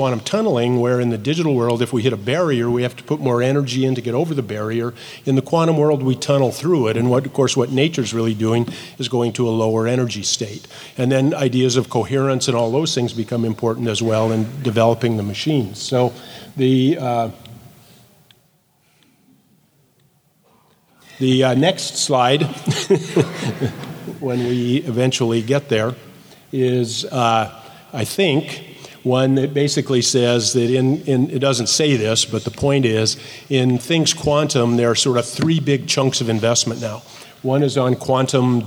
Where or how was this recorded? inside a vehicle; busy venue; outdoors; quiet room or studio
busy venue